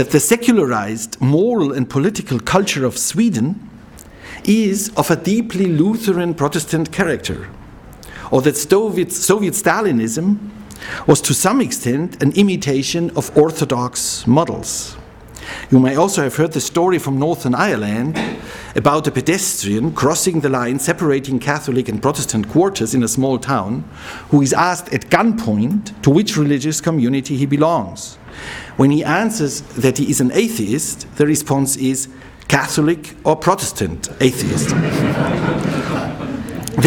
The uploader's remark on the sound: He delivered this lecture on October 13, 2009 at the University of Chicago's Classics Building.